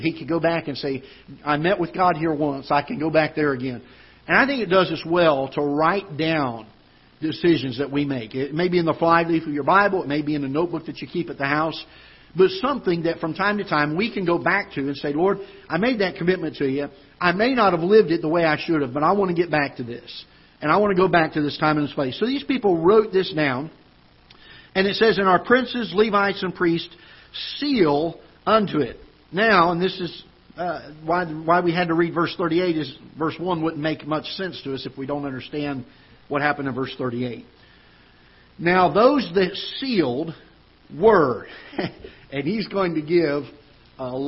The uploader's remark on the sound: Ketha Heights Baptist Church ~ Live Broadcast